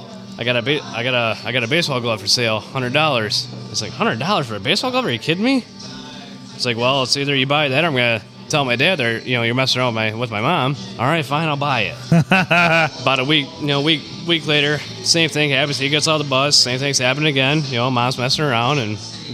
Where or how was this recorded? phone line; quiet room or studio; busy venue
busy venue